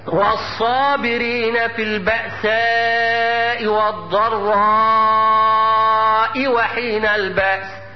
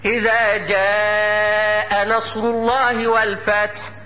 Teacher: ألف الصابرين الضراء ألف مفخمة تابعة للحرف اللي قبله، والألف إذا جاء ألف مرققة تابعة للجيم